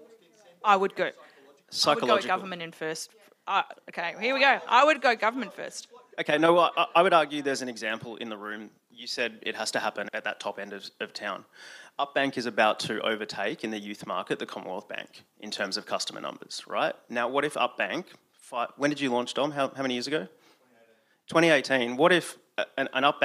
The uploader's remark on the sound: This episode of Chasing Financial Equality comes in the form of a live panel recording in front of a packed crowd at SXSW Sydney.